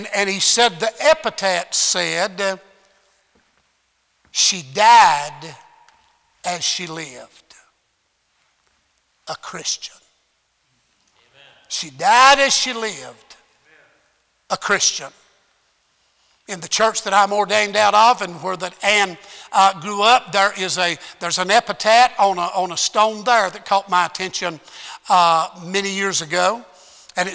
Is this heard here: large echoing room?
yes